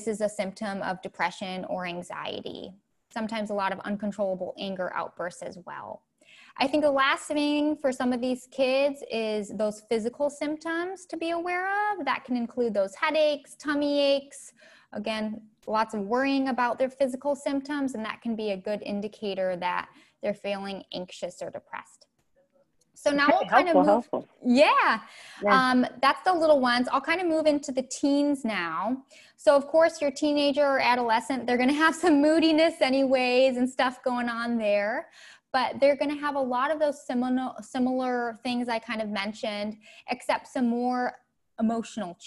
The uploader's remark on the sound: As part of the August Webinar Series.